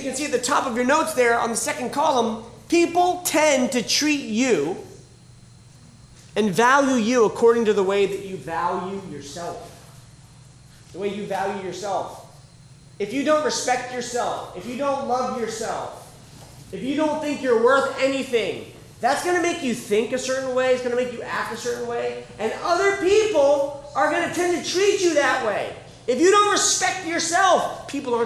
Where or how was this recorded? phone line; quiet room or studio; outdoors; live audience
live audience